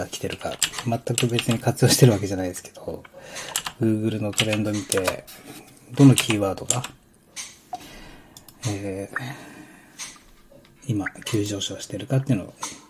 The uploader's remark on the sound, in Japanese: 作業環境音（ありのままの現場）。Asmr収録なので。